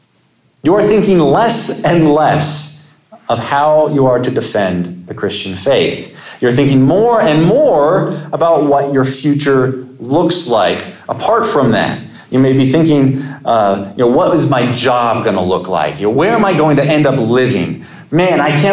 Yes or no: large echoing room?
yes